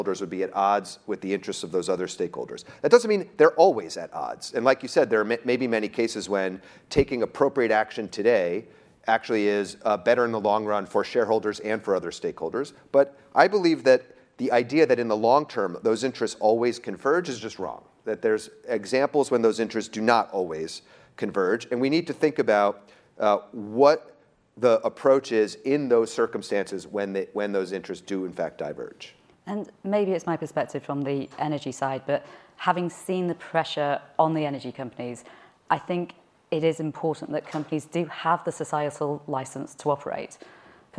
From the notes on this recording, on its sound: Live from ESG Conference in NYC. At Barclays’ inaugural ESG Conference in New York City.